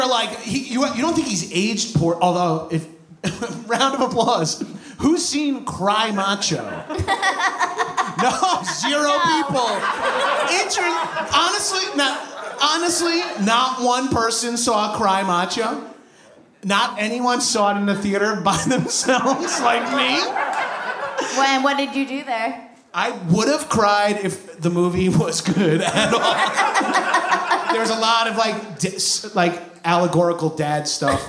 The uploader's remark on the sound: a LIVE taping of High & Mighty in San Fransisco